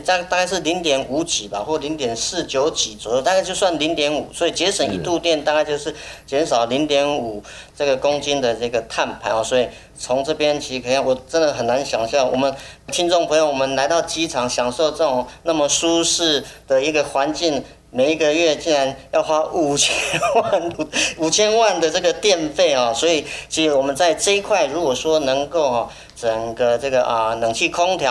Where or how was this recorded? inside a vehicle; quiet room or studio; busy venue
busy venue